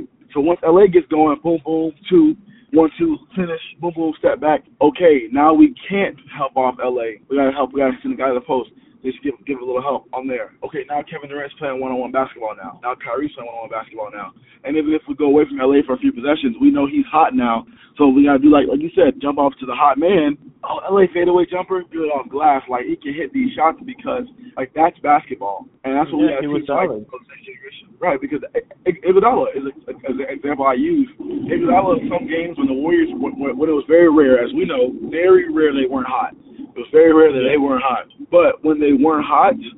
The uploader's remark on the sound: A snippet of a phone call